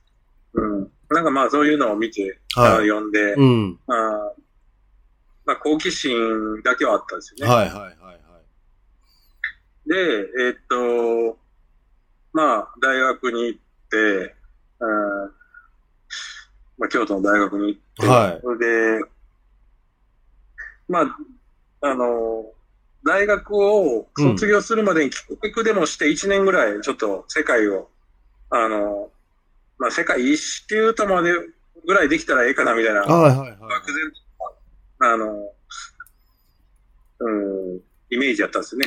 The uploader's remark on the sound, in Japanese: 今回の収録はオンラインで